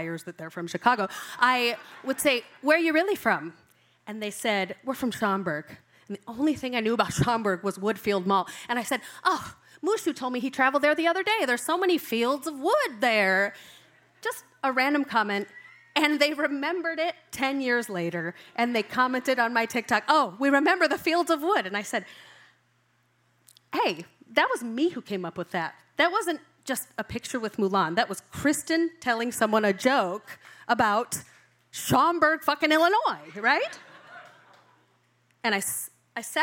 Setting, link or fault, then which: setting, live audience